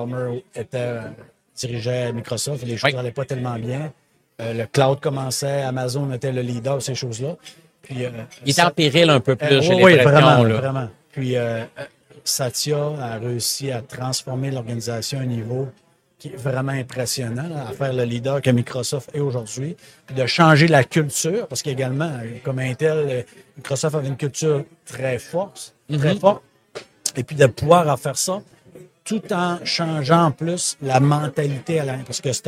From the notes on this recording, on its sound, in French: En direct du Hardtech à Toronto.